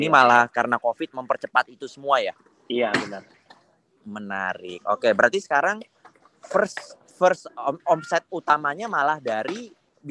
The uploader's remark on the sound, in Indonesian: Clubhouse Session. Rekaman clubhouse sesi ke-10.